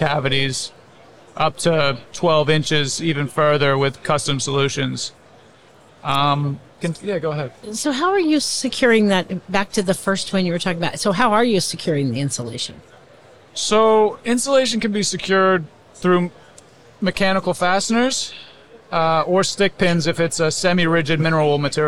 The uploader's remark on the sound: LIVE from A'23. We share a conversation from our live podcasting event at the 2023 AIA Conference on Architecture in San Francisco, California.